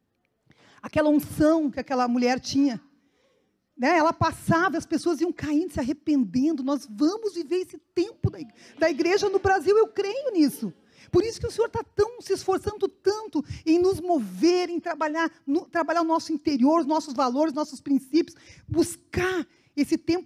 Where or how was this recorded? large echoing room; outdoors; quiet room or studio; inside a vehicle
large echoing room